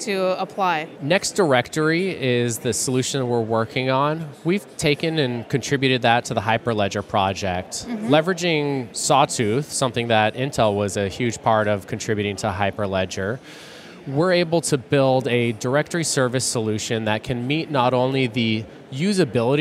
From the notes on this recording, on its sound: joins us live from Microsoft Ignite